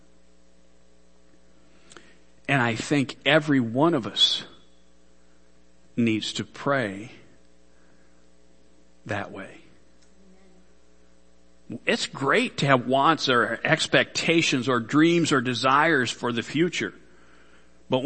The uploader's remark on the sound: Worship Service.